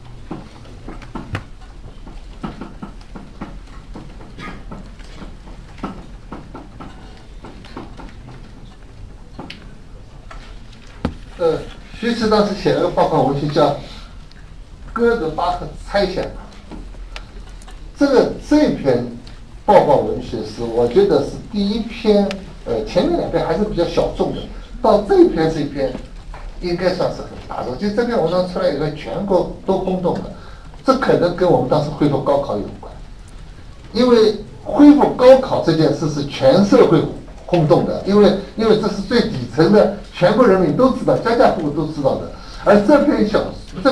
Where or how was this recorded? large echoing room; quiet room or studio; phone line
large echoing room